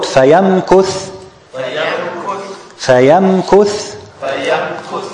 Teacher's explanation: we pronounce the meme as is, without any hidden, without any merging